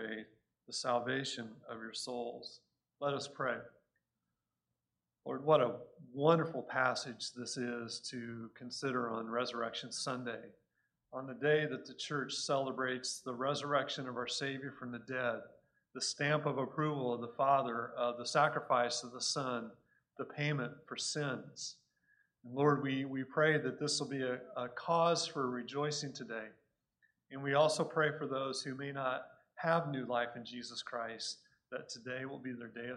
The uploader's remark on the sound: Recorded at Cornerstone Church in Mesa, AZ